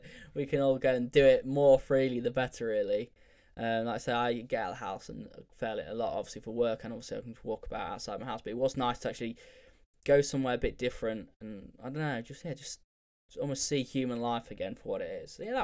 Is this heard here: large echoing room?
no